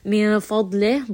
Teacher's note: dad is going to be heavy, and then ha here we end on hams.